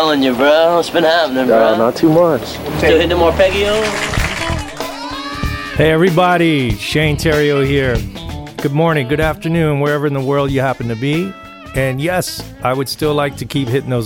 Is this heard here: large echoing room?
no